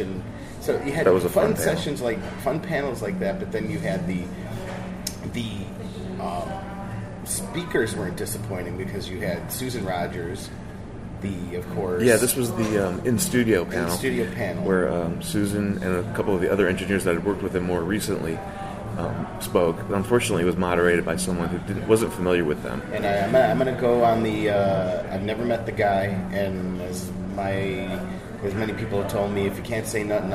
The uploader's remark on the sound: LIVE from … CELEBRATION 2017 in Minneapolis and Chanhassen, Minnesota